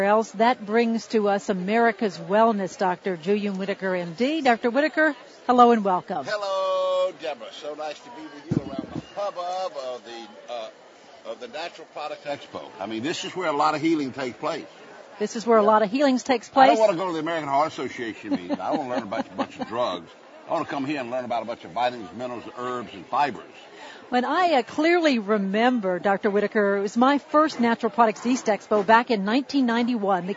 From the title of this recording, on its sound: Live from Expo East in Baltimore, MD